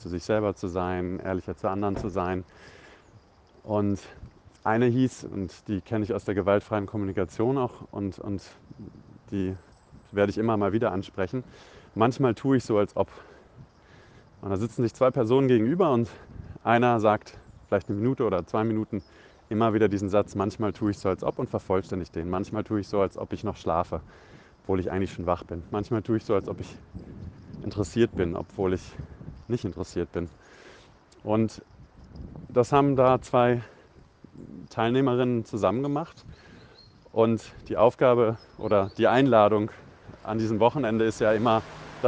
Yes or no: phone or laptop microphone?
yes